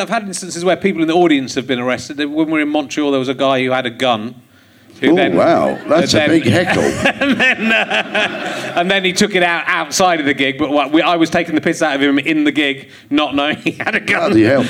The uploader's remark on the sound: Leicester Square Theatre Podcast